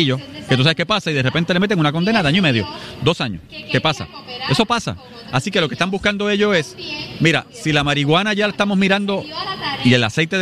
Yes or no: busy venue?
yes